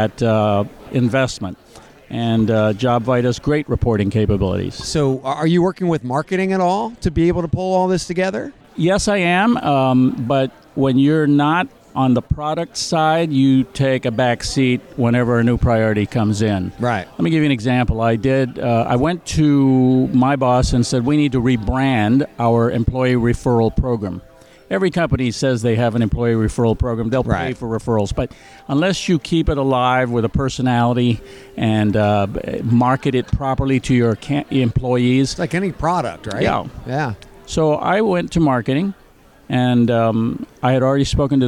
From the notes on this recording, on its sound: interview from Jobvite's Recruiter Nation Live event from San Francisco